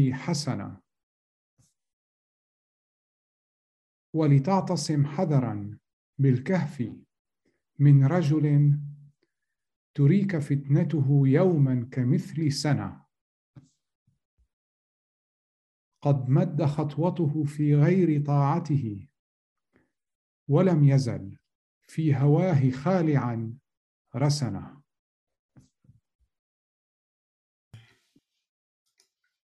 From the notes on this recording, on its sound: First Friday ZOOM Sessions